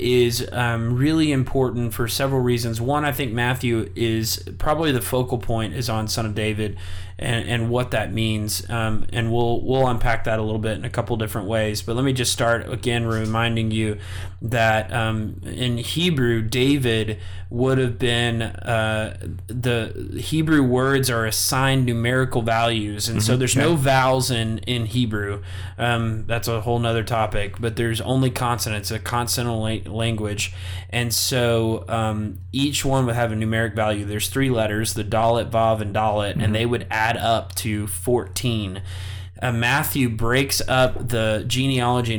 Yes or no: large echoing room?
no